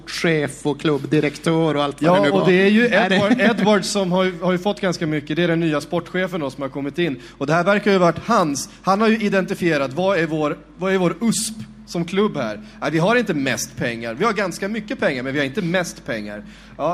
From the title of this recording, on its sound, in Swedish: Live från Trädgården